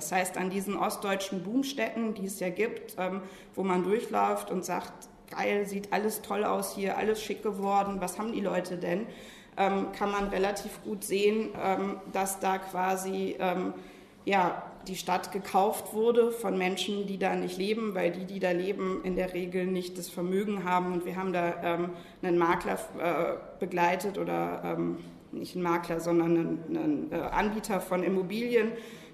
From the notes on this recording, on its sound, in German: Die Tagung "Andere Arbeit" fand am IFK, dem Internationalen Forschungsforum Kulturwissenschaften. Sie hören eine gekürzte Fassung des Eröffnungsvortrages.